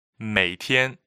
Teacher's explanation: 每 is a third tone. 天 is first tone.